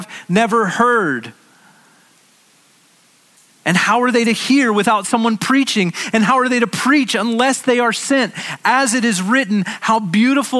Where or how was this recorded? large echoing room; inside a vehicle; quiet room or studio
large echoing room